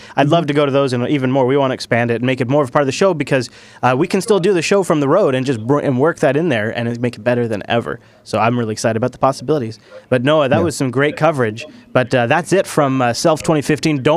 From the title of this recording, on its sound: Live from SouthEast LinuxFest